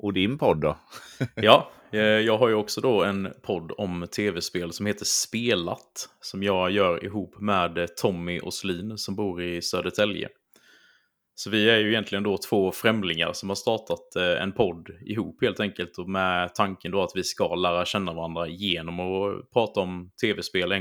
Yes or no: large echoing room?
no